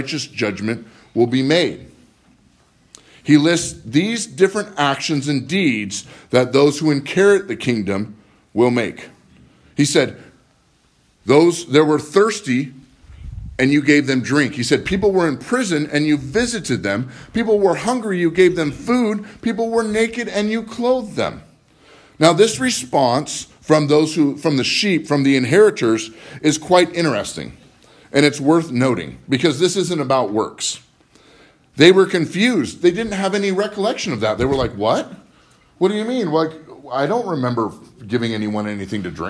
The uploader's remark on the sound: Live from Living Word.